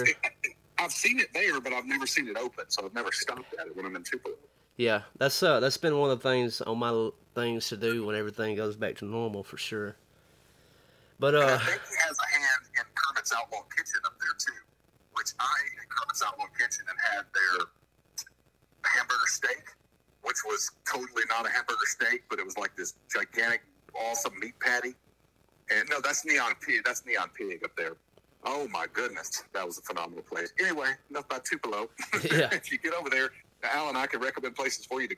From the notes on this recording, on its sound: Burnt the phones lines for a quarantined version of Untapped & Vinyl. The quarantined version of having a beer with your music buddy over the phone.